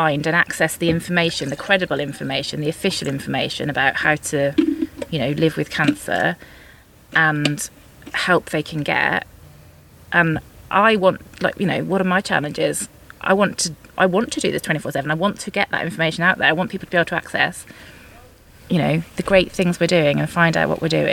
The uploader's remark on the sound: Coming to you from the sunny garden outside the Lingen Davies' office in Shrewsbury.